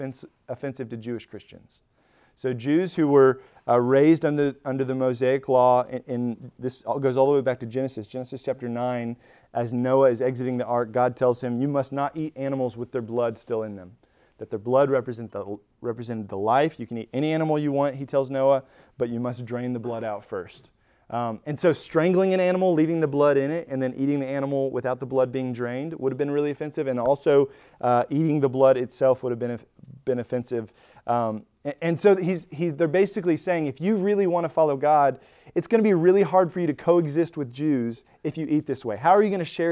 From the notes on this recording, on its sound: Recorded at Emmaus Church in Buford, GA on Wednesday, Feb 22, 2023.